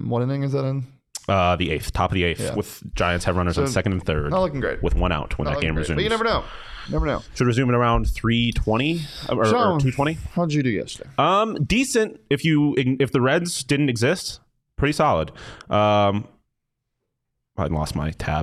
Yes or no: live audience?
no